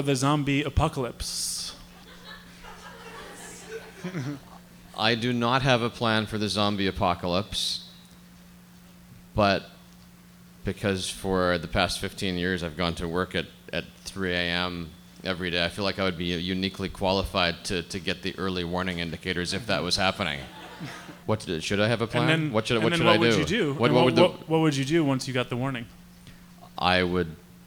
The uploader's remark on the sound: Ask Roulette is a conversation series in which strangers ask each other questions on stage. This excerpt is from our October event at Housing Works Bookstore in New York City. Some audience members.